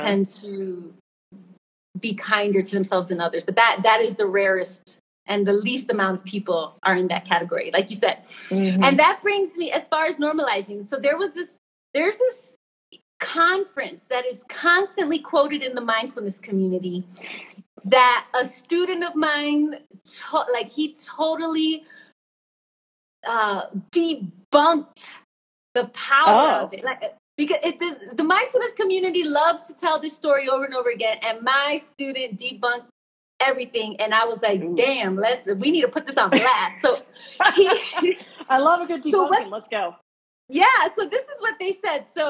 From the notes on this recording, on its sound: originally aired as an Instagram Live